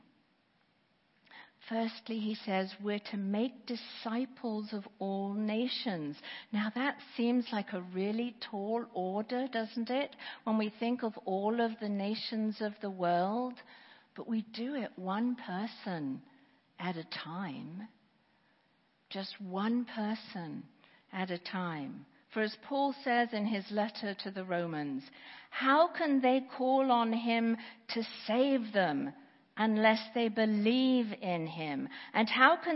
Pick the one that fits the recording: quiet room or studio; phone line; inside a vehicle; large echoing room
large echoing room